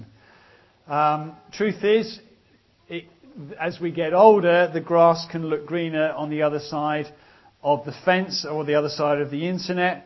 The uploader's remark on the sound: was recorded at the ChristCentral Elders & Wives weekend organised by ChristCentral, part of Newfrontiers.